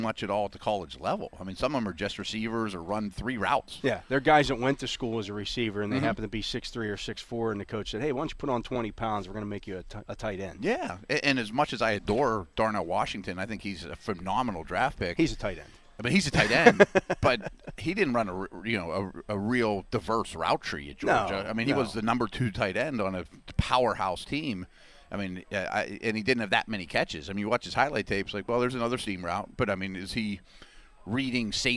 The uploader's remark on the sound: Live from Day 2 of Steelers OTAs. Live from the UPMC Rooney Sports complex for day two of the Steelers OTAs.